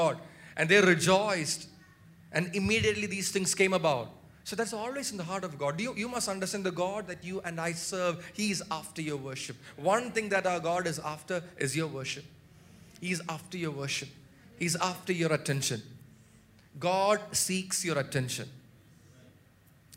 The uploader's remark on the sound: Preached at Sunday Service on 18 February 2024 at Revelation Church.